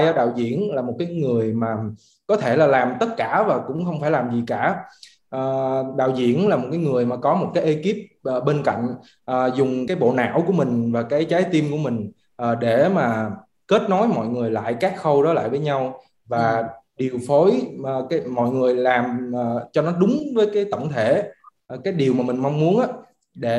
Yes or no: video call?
yes